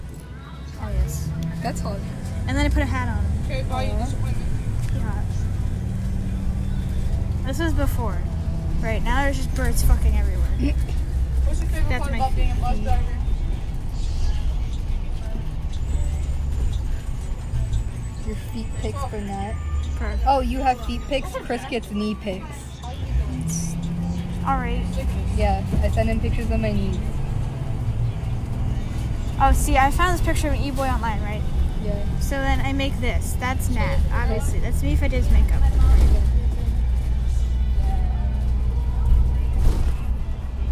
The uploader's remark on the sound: Recorded on a bus